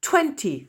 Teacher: accent tonique sur la première syllabe